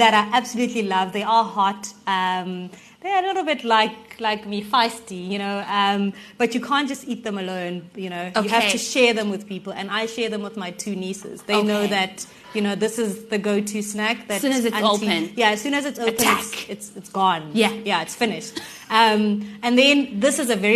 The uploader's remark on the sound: Recorded in front of a live audience for our Season Two launch.